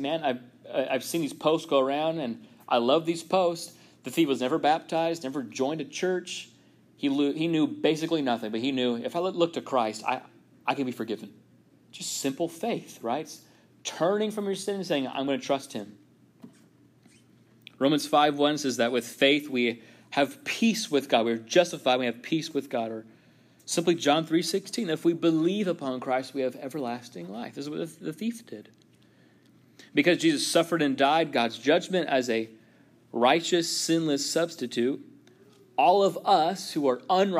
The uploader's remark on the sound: This sermon was first preached at Union Baptist Church in Orrick MO.